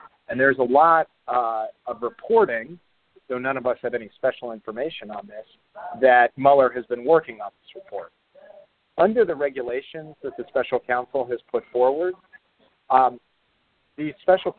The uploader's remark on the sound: Conference Call